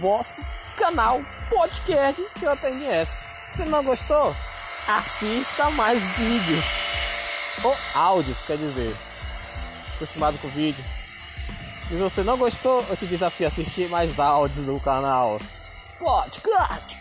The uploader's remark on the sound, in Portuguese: Barulho de uma bomba de água